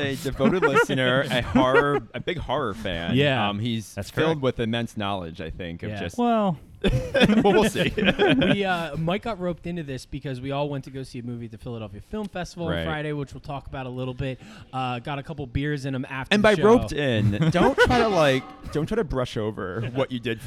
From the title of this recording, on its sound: LIVE FROM BREWERY ARS